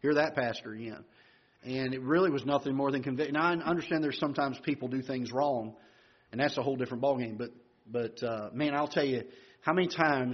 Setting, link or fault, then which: setting, large echoing room